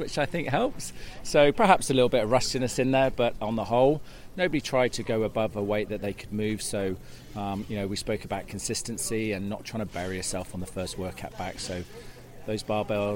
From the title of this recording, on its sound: Reporting live from the reopening of CrossFit Bath